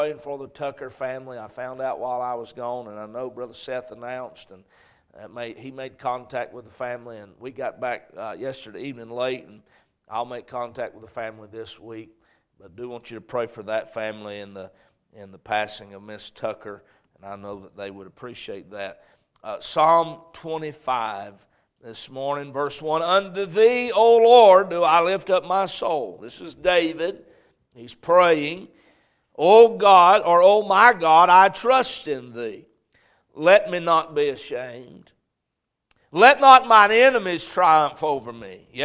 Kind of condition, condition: setting, large echoing room